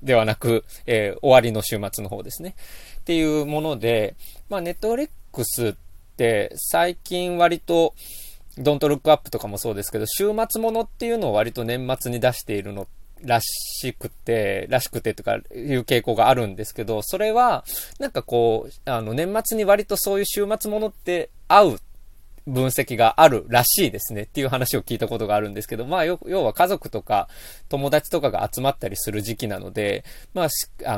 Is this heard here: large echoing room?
no